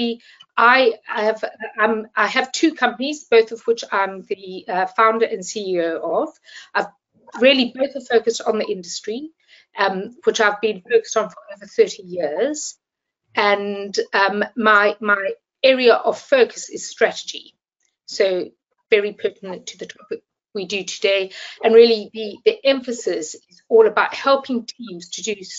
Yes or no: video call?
yes